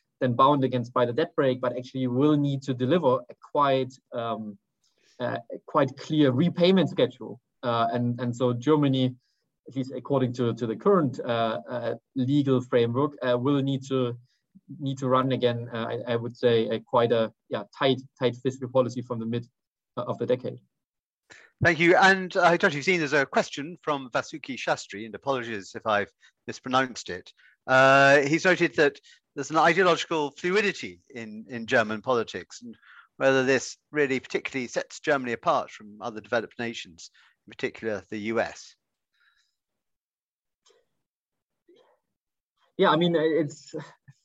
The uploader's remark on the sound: a recording of one of our digital events